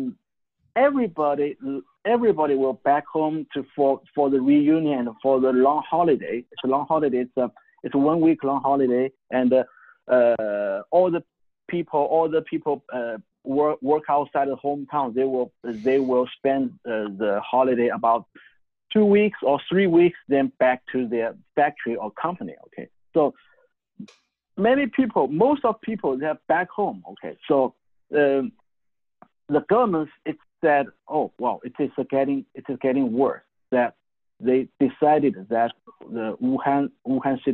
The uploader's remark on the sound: Called in live from Shanghai, China. Called in live from Shanghai, China.